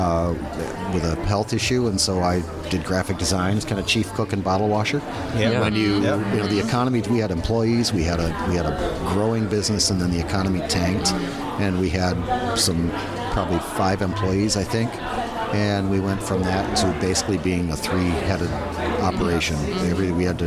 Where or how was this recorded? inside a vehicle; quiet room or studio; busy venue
busy venue